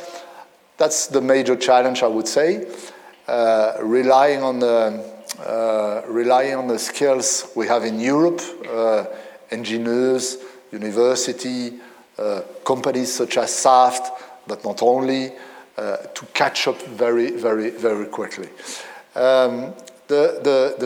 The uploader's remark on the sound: It was recorded at Reuters Automotive Europe 2022 in Munich. It was recorded at Reuters Automotive Europe 2022 in Munich.